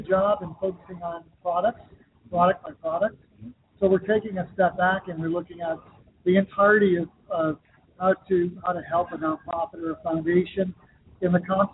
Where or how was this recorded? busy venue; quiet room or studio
busy venue